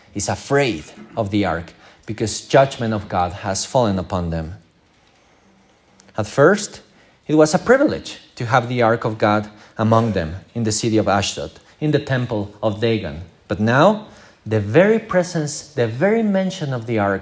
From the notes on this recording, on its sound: This is the recording of our morning service.